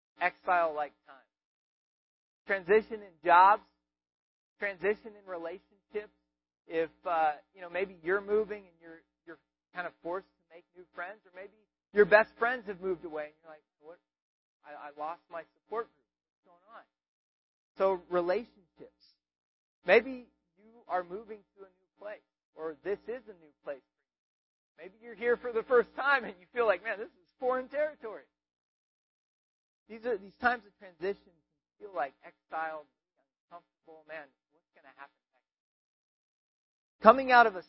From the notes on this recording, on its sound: We apologize for the audio quality